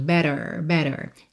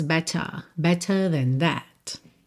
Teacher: no inglês americano teríamos better, o T viraria rarara, né, aliás, os dois T's virariam rarara, e o R seria enrolado · Shown in: first take · better, better.